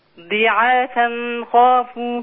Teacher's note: بس خلي بالك ما فيش غنة مع الخاء